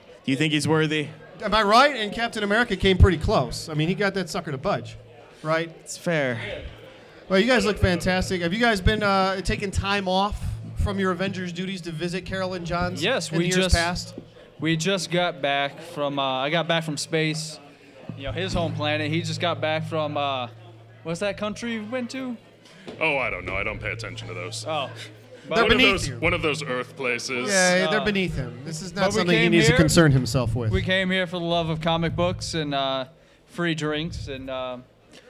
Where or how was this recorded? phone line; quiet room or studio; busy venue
busy venue